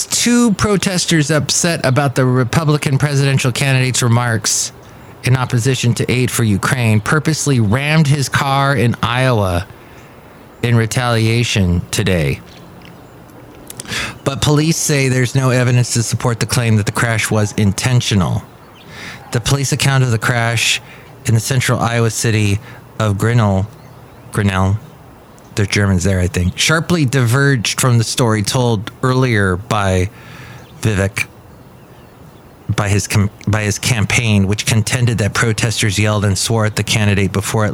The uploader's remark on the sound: podcasts live from Café Anyway